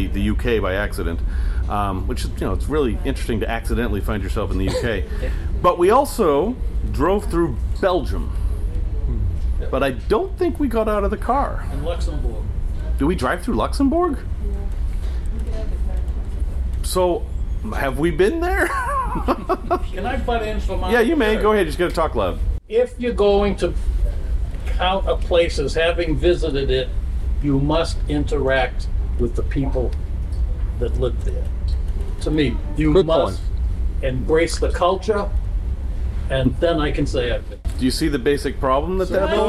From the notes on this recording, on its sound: LIVE from Off the Coast of Panama. We're off the shore of Panama in a 90,000 lb van!